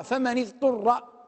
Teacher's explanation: من هذه شرطية، من هذه شرطية، والأصل أنها مبنية على السكون من، لكننا نقرأها فمن اضطر بالكسر لالتقاء الساكنين